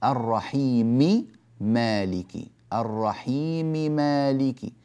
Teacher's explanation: الميمان متحركتان، فهل ندغمهما؟ لا، لا يجوز إدغامهما، لأن الأول متحرك والثاني متحرك.